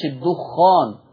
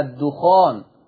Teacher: وبالمناسبة مش الدخان زي ما في ناس بنطقها غلط، الدخان بتخفيف الخاء، الدخان · Shown in: second take